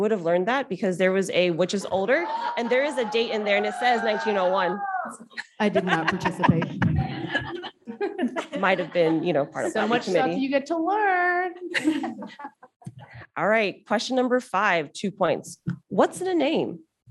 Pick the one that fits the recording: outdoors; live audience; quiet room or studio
live audience